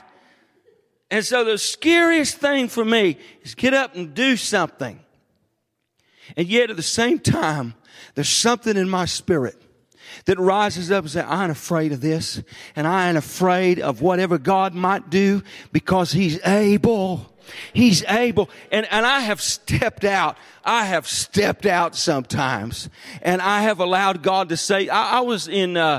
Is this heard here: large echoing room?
yes